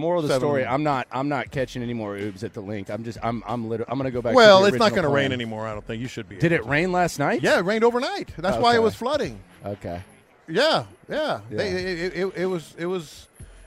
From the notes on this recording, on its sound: Live from Radio Row